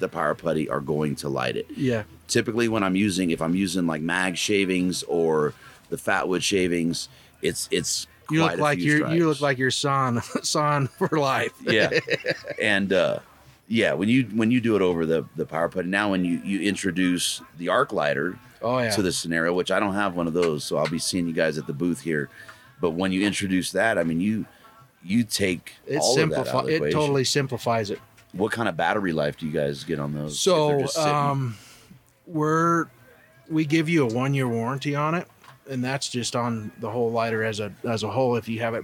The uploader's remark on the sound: Mountain Archery Fest live episode. Live from Mountain Archery Fest at the Purgatory resort in Durango, Colorado.